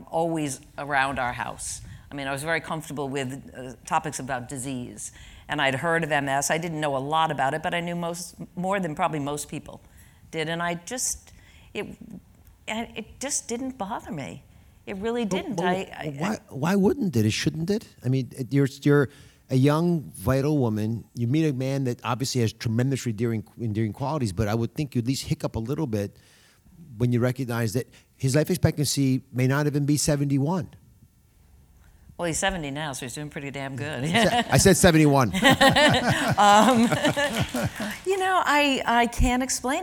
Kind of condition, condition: setting, live audience